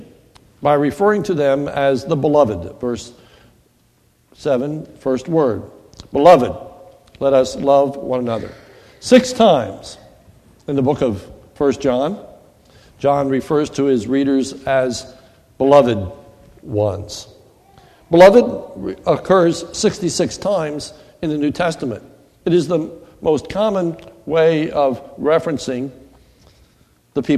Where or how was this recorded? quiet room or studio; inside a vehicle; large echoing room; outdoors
large echoing room